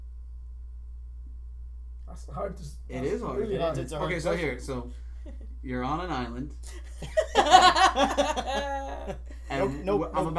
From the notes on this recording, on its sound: Excuse the sound quality.